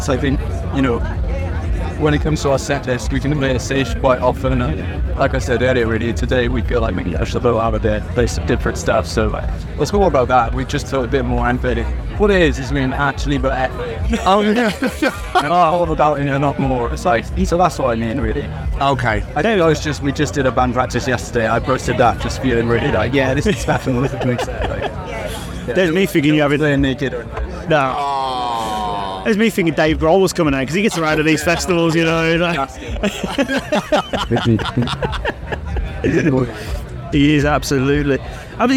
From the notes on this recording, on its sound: Live from 2000 Trees 2023